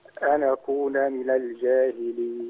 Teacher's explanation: وانت بتعمل النقل ما تنطش حركة زيادة قوي، ما تقولش أنا كون، لا أنا كون على طول